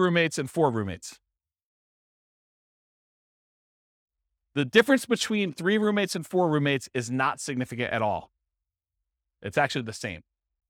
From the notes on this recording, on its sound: This was a live class recorded